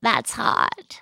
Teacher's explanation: It's that breathy, kind of bedroomy voice · Term: sexy baby voice